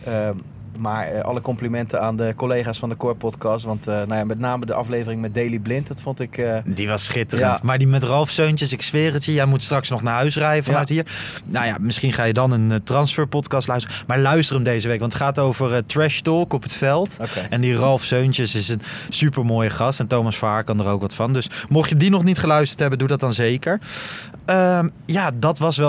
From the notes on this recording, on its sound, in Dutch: Vanuit de Johan Cruijff ArenA! Onze apparatuur wordt mede mogelijk gemaakt door de vrienden van Blue Microphones.